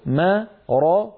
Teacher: الميم مرققة راض، الراء والضاد كلتاهما مفخمتان